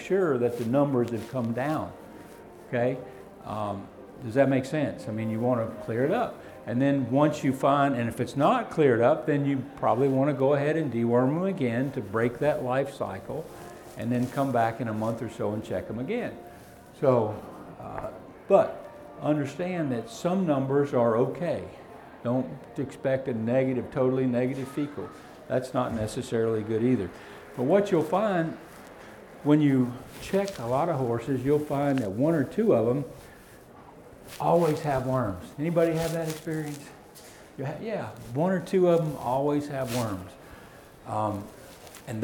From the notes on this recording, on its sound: Seminar/Discussion recorded live from the Fall 2017 Equine Affaire in Springfield MA.